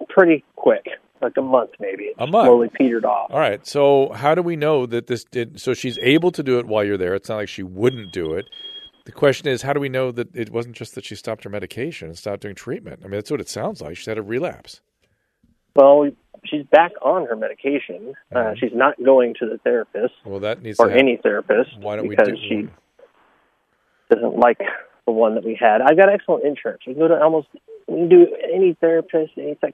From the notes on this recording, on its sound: Listener Calls. Turns to the phones today and answers some listener questions.